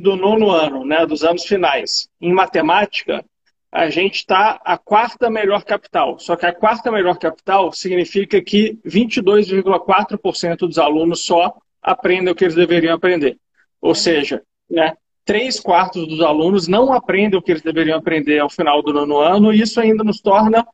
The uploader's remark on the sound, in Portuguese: Live feita no Instagram